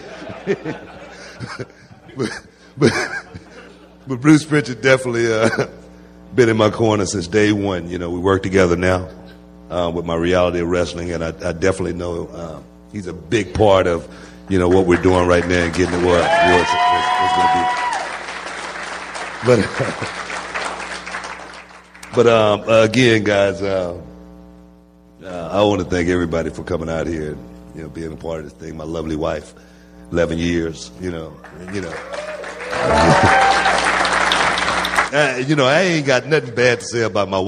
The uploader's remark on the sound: recorded at the Houston Improv